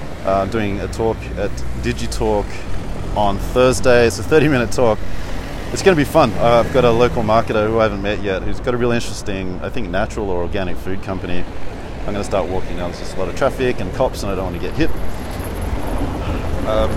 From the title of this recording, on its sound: Walk And Talk, Sofia, Bulgaria